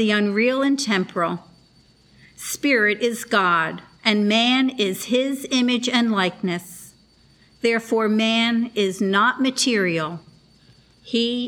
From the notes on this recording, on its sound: The Sunday service audio